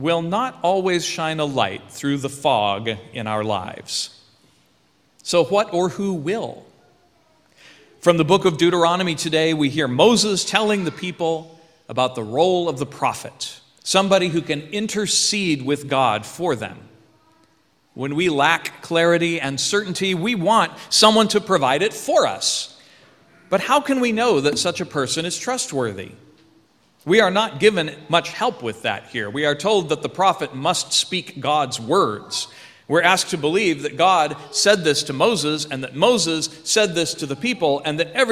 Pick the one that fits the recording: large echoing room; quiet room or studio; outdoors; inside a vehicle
large echoing room